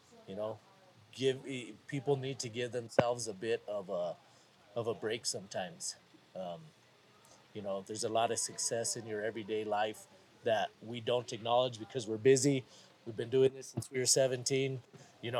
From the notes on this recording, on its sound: Live from Mountain Archery Fest in the Bow Hitch booth.